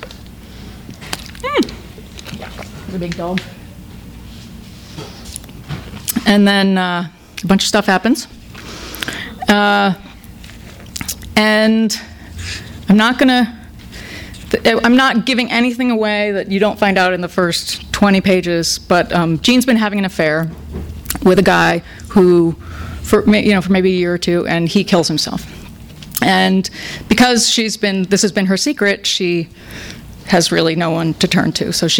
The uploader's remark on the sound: THIS EVENT WAS RECORDED LIVE AT SKYLIGHT BOOKS